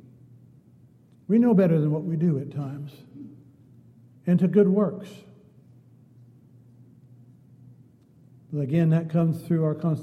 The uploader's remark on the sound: Downtown Church Of Christ Audio Sermon.